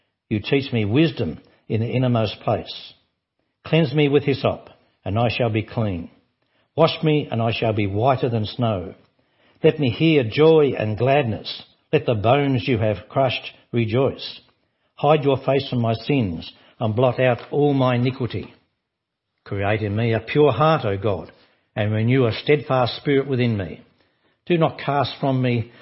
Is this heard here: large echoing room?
yes